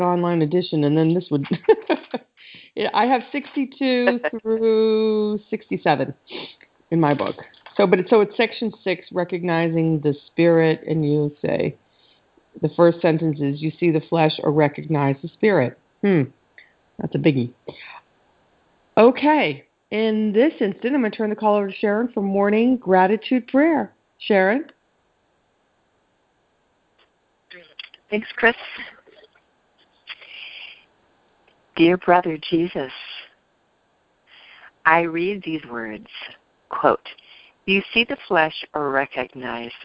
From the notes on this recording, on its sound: ACIM Daily TEXT Conference Call.